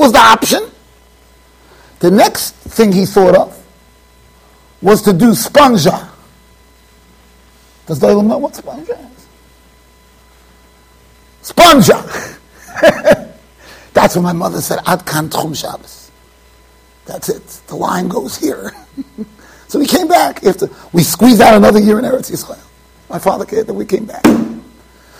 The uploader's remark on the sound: Shiur recorded in Yeshivas Ohr Reuven, Monsey NY.